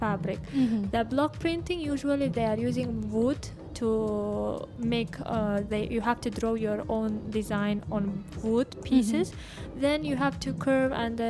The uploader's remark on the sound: Live from SHD 2023. UOS College of Fine Arts and Design.